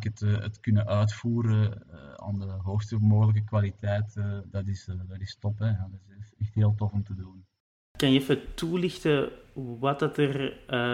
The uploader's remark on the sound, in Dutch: Het interview werd gedaan via zoom.